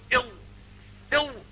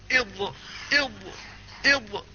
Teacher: فالنطق بها ينتهي إلى وسط شجر الفم في وسط اللسان